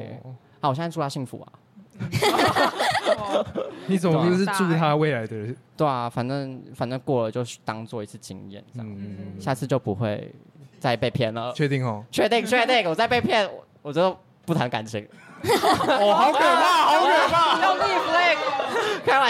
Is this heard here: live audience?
yes